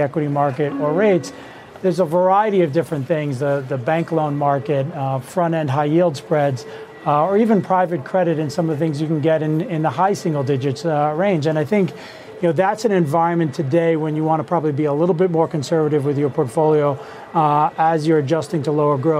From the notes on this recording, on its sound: live from the New York Stock Exchange.